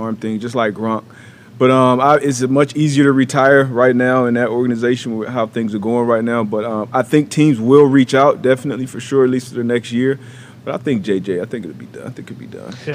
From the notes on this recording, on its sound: LIVE From The ThunderDome.